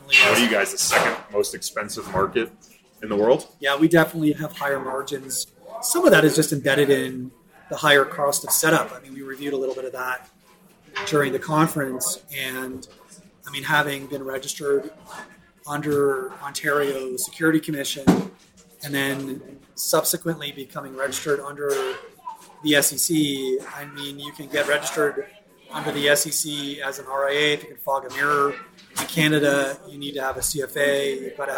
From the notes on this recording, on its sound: we thought it would be fun to just sit down at a bar without an agenda and just record the stuff we would have been talking about anyway